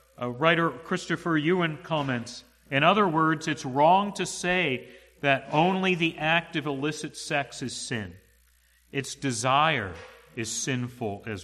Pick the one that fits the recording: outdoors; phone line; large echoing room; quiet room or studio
large echoing room